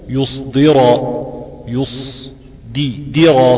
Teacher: الصاد ساكنة الدال مكسورة والراء مفخمة قولا واحدا